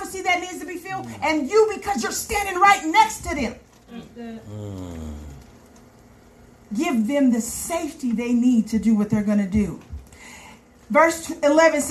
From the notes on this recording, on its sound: This message was preached at Sure Foundation Community Fellowship Church.